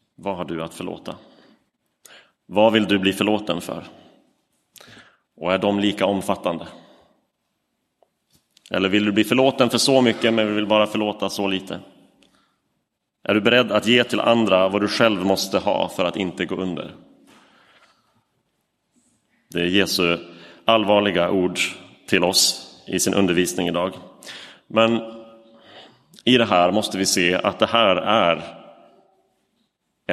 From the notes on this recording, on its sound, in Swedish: Inspelad i Roseniuskyrkan den 12 november 2023.